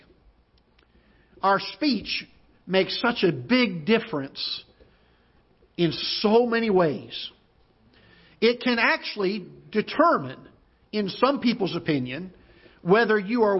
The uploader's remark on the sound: Ketha Heights Baptist Church ~ Live Broadcast